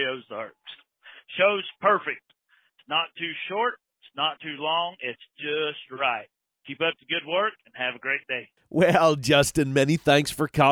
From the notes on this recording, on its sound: We even have listeners call in and give their reports.